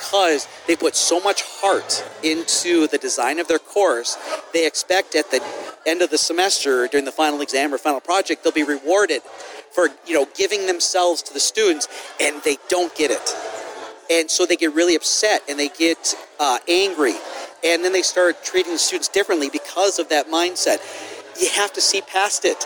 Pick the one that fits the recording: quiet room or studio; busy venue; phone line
busy venue